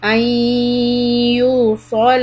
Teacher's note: Disconnect the ya. And make the gunna nasal sound.